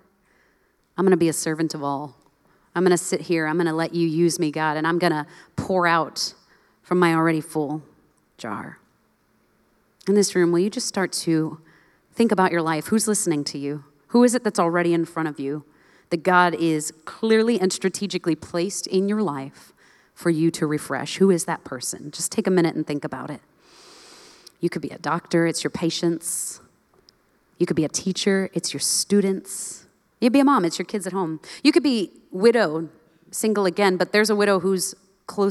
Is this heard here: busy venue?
yes